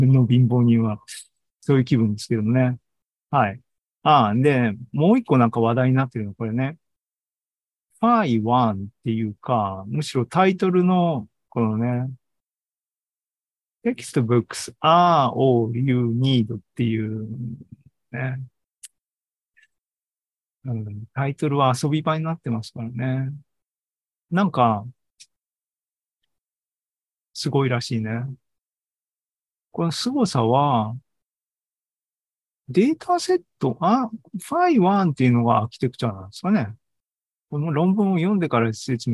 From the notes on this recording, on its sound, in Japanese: ２０２３年７月２９日に開催した ZOOMライブの模様です